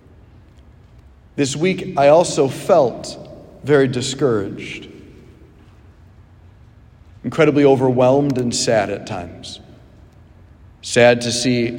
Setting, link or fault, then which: setting, large echoing room